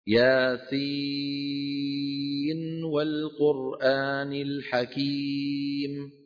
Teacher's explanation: من سلسلة الشاطبية نظهر النون عند الواو